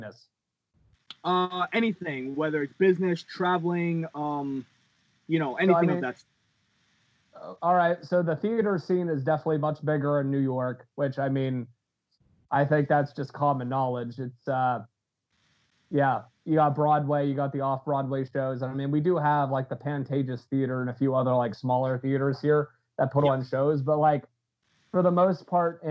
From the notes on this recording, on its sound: Warning, first time audio is TERRIBLE on Skype, lol, please bare with it.